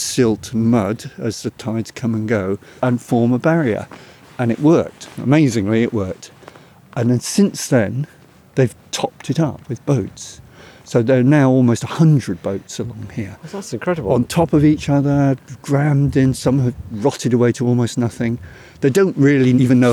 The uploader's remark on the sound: Takes a walk among the river. Explore a desolate graveyard of ships on the River Severn.